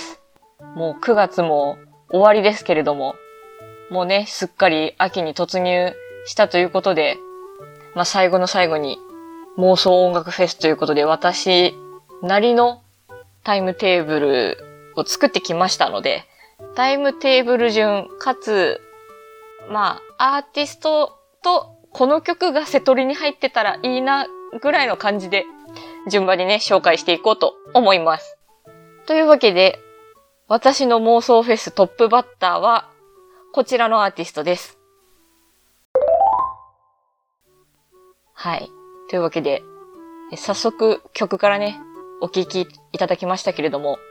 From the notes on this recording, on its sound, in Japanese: いつもと収録環境が違った為、音質が悪いです。